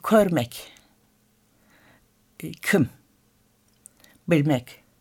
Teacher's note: Ünlüler olarak O, Ö ve İ sesleri biraz daha kalın telaffuz edilir.